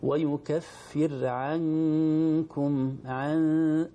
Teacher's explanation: فيه غنة في الإخفاء نون ساكنة مخفاة عند الكاف